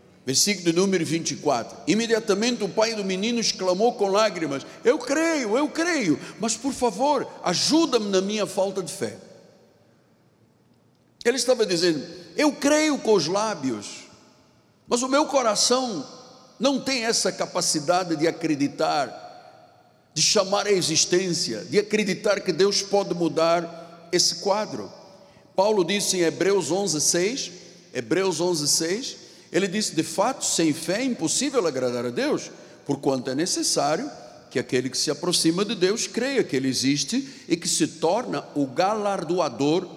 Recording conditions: large echoing room